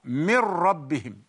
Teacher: Double ra. The sound doesn't take any sound of the noon, but double ra.